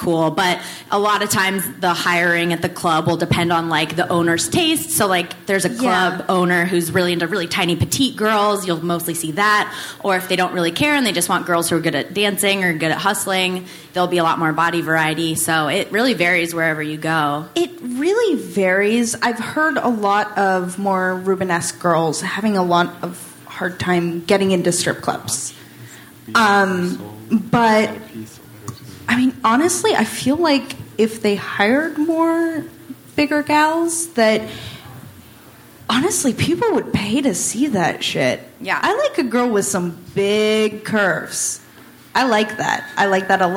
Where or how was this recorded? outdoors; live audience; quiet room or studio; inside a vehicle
live audience